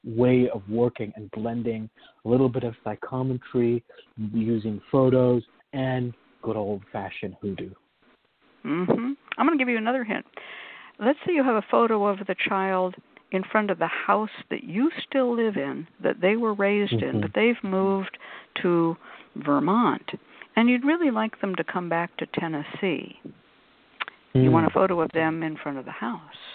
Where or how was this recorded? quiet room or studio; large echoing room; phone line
phone line